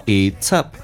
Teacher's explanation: it's 跟 up 有一个连音， it's 以此结尾， up 以 a 元音开头，辅音跟元音在一起叫 it'sup。那我之前有讲过 up 趋向一发 a 跟 a 的中间收小腹 it'sup，所以叫 it'sup。